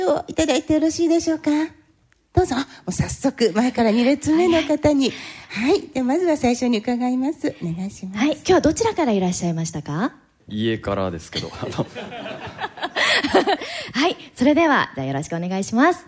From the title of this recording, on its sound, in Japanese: 公開録音スペシャル後編